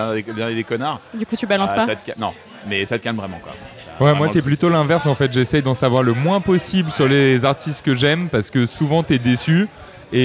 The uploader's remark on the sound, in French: Épisode enregistré au Petit Garage (Paris 11e).